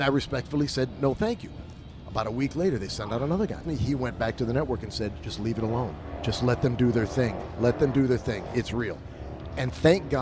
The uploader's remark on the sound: LIVE FROM STURGIS